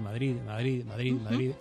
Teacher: Dental, que se pronuncia apoyando la lengua en los dientes... Y sonoro, que se articula con vibración de las cuerdas vocales. · Term: D final